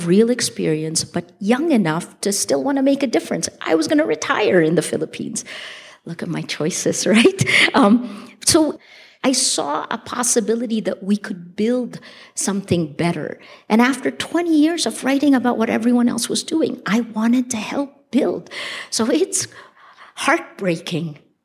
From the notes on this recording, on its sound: This special episode is a live recording from the Sundance Film Festival.